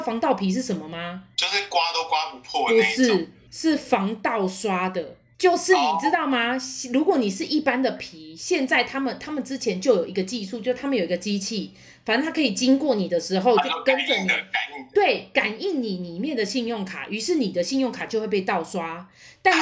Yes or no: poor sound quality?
yes